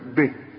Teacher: يؤمنون به، به برضو عندي يه صغيرة، لكن عند الوصل ها تمدها حركتين، عند الوقف لا مد هناك